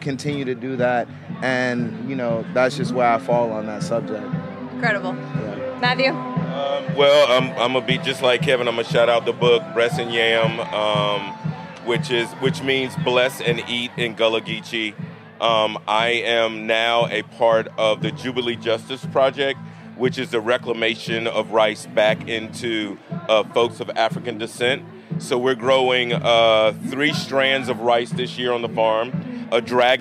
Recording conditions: busy venue